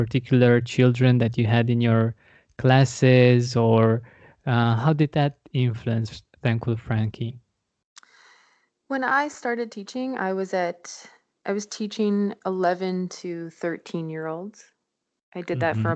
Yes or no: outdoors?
no